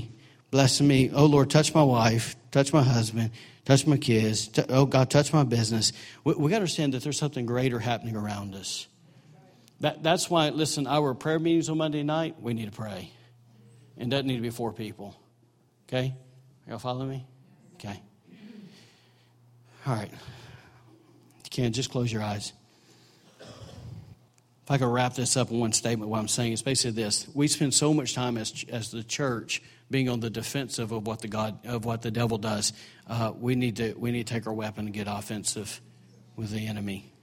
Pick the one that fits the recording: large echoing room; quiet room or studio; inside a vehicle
large echoing room